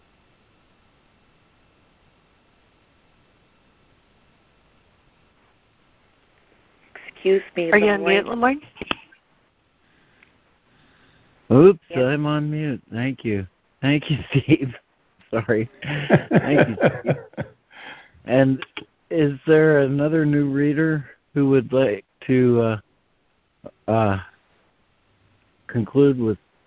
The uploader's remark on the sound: ACIM Daily Conference Call